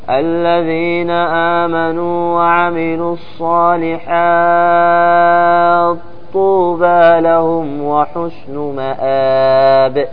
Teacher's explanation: يسكن التاء ثم يضغمها في الطاء